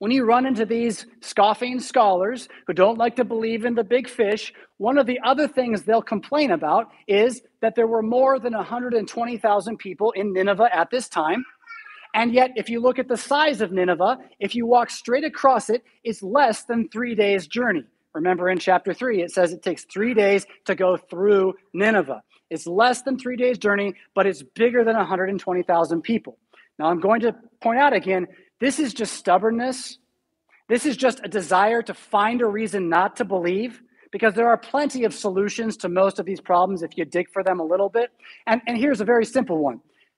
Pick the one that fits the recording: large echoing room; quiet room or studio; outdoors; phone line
large echoing room